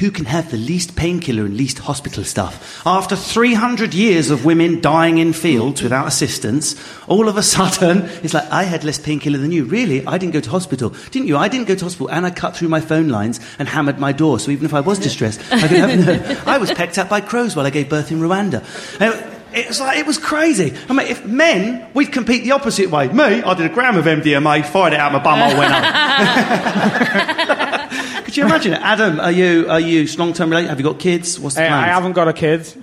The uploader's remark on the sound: In front of a live studio audience at Carat in Manchester.